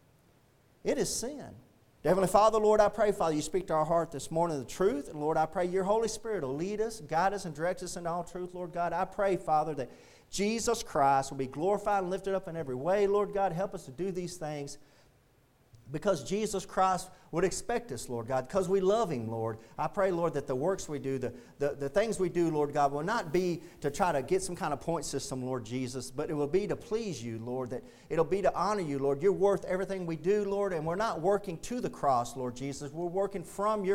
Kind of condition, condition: setting, large echoing room